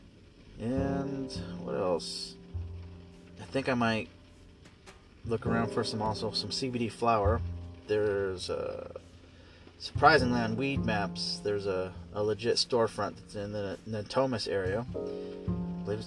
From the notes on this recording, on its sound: I'm just sitting in my car testing out my microphone.